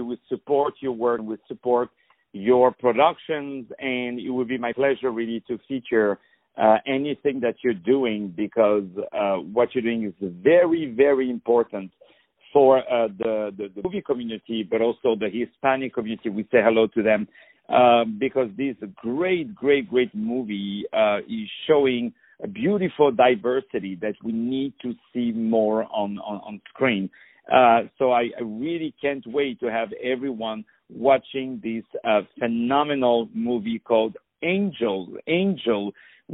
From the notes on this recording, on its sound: On the phone